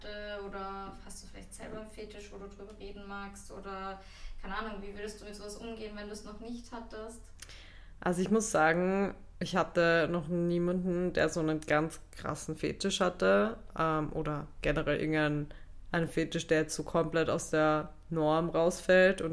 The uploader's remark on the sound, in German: ihr könnt uns leider nicht so gut hören